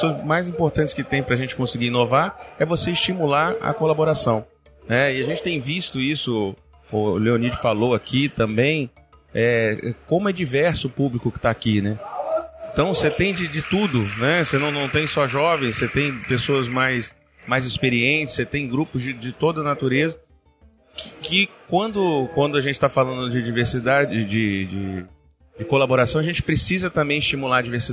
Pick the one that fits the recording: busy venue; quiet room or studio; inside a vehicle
busy venue